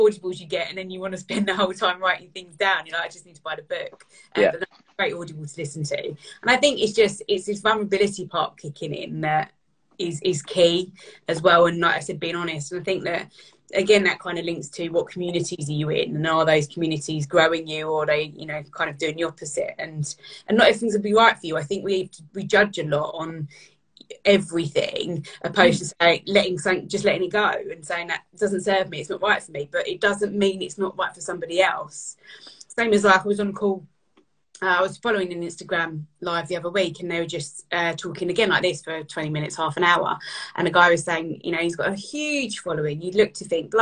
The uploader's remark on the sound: I am sharing an Instagram Live